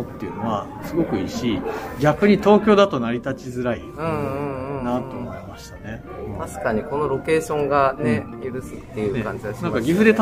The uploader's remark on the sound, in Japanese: シビックテックミートアップ2022「いざ岐阜へ」の企画で、イベント会場にお邪魔したり、その場でお声がけをして、インタビューや雑談形式で話を伺ってそれをポッドキャストに収録する現地レポートとなります。